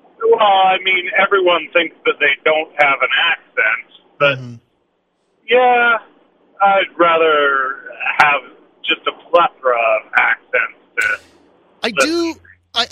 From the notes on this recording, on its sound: they get a phone call from an old friend